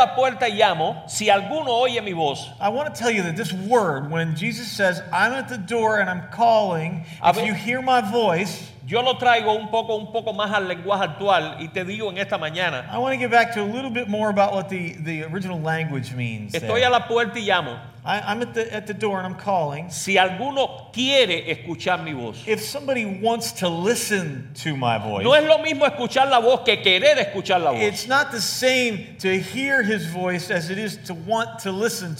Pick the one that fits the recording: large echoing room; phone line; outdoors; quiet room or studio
large echoing room